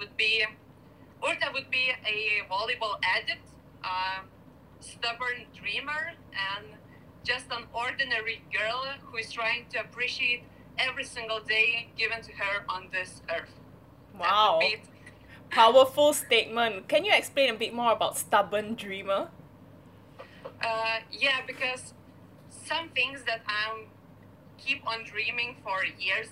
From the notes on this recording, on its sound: this is not an actual podcast with fancy equipment, so please forgive the mediocre audio quality and excessive laughing